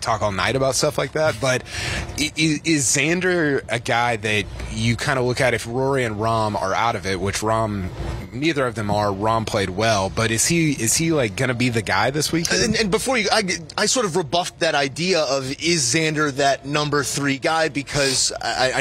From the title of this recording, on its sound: Live From The WM Phoenix Open